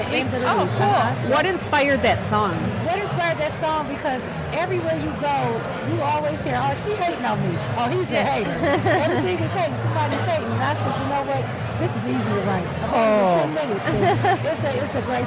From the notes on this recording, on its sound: The Nooner Show Live from the Detroit Music Awards